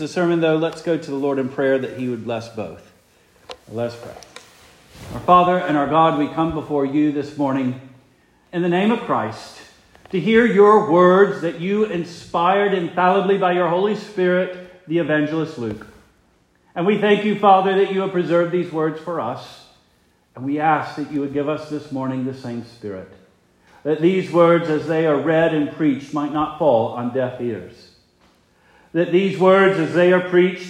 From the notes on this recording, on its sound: Preached the morning of November 5, 2023, for the Heidelberg Presbyterian Church in Heidelberg, Mississippi.